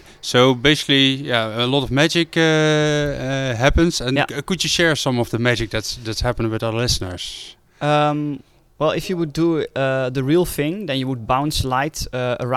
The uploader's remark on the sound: Spaces Summit 2019. We share quotes from the audience with you. We set-up our mobile studio equipment the best we could, but as we were at this great location, you might hear some background noise and disturbance.